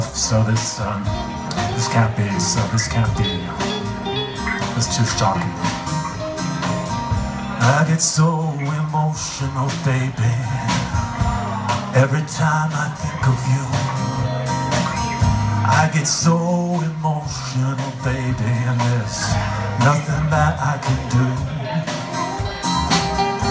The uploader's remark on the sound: With band, live at Pappy & Harriet's.